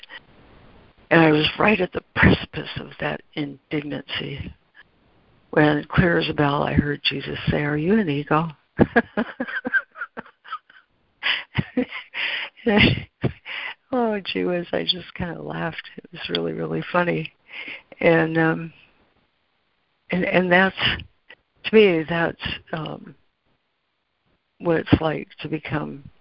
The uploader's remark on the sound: ACIM Daily Conference Call.